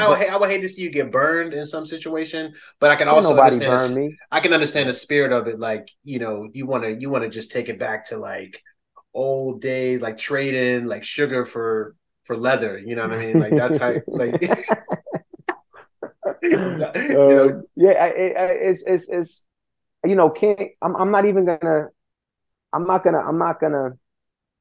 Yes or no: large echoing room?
no